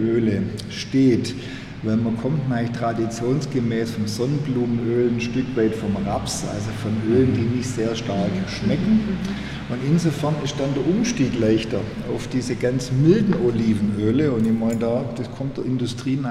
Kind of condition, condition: setting, large echoing room